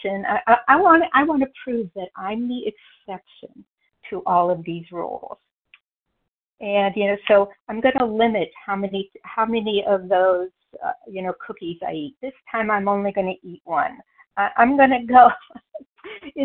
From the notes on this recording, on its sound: from the 100 Pounders Phone Meeting, 8/14/23